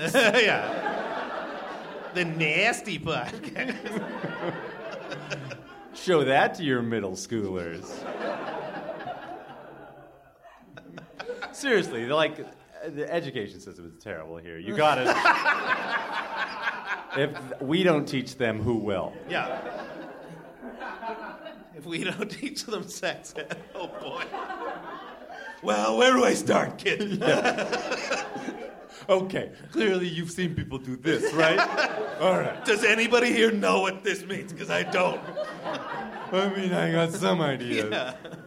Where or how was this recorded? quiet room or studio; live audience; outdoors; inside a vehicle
live audience